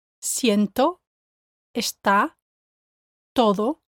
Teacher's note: To produce the Spanish T, your tongue touches a different place. It touches the back of your top teeth. Practice saying the words siento, está, todo, with your tongue touching the back of your top teeth.